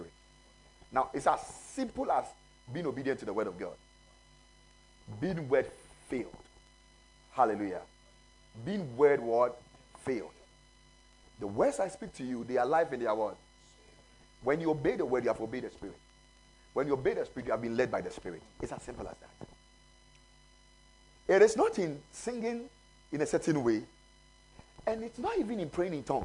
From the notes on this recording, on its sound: Preached at the Ekklesia Campus.